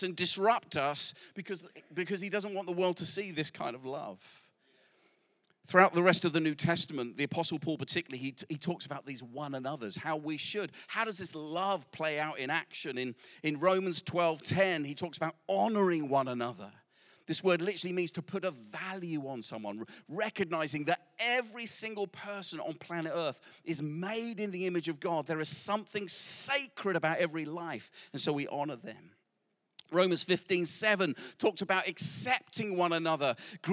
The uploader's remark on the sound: Recorded live at Life Church Lancashire on 8th October 2023